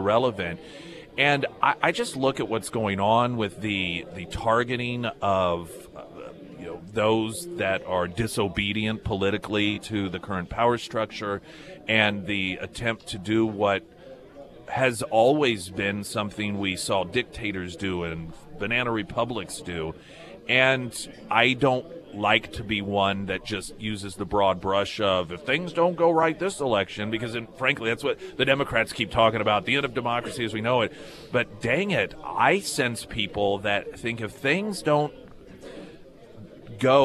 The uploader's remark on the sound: live at Scramblers Diner for the Friday Road Show.